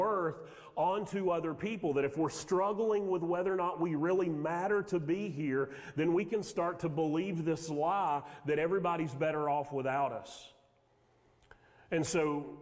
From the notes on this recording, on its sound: Sermon audio from Mission Church in Locust, NC.